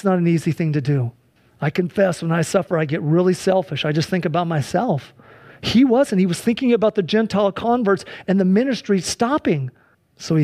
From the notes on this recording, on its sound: Sunday church service livestream